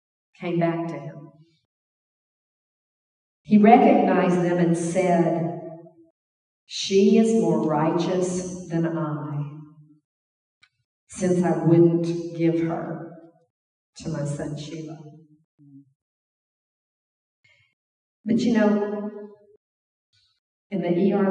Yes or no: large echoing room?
yes